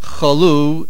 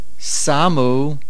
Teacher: chalu is milera on the lamed, samu is milael on the suf. Chalu is from the shorish chof lamed hay, a lamed hay verb, and that's why it is milera.